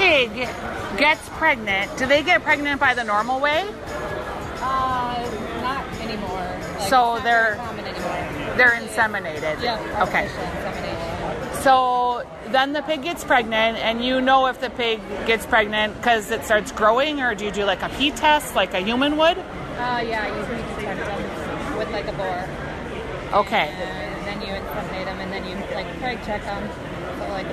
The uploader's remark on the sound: From the Minnesota State Fair. Live from the Peg which is the only full service restaurant at the fair.